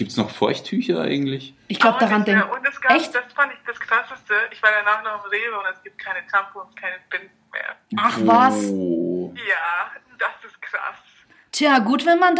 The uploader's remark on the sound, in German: haben wir per Telefon vier Gäste hinzugeschaltet